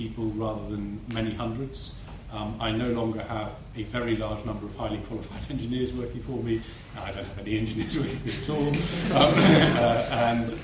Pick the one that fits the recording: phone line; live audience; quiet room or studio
live audience